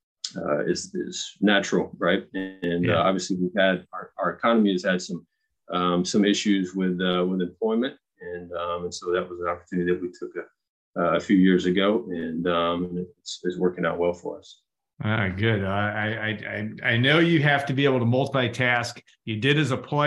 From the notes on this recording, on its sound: Birthday Zoom.